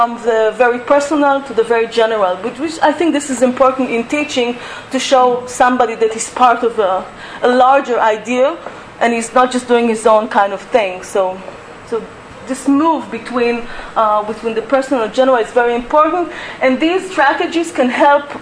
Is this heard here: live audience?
yes